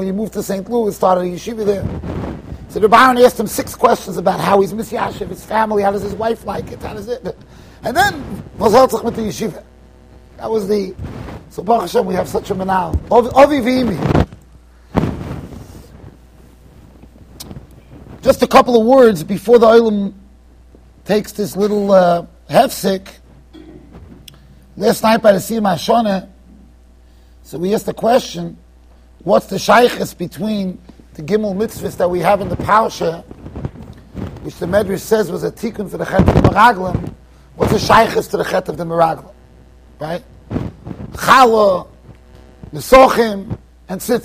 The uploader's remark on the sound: Shiur recorded in Yeshivas Ohr Reuven, Monsey NY.